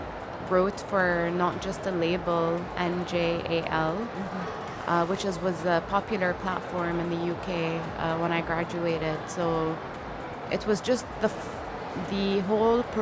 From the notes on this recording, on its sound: Live interview from SIBF 2022